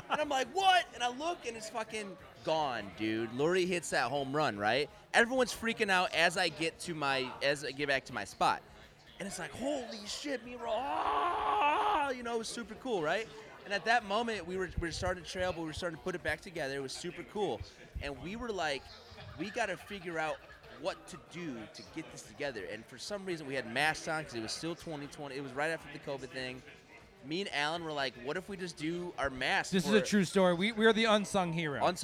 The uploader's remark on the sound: LIVE On White Sox Opening Day Party at Culinary Misfits